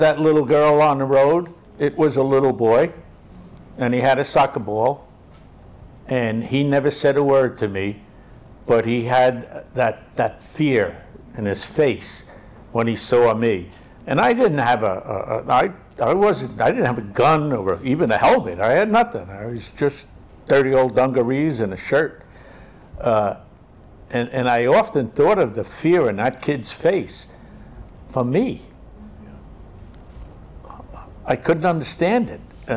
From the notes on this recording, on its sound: Recording live from the Inwood Film Festival in Inwood in NYC. We recorded the podcast on location in front of a live audience. To close out the 6th annual Inwood Film Festival. While the audio recoring picks up a bit of the live room noise.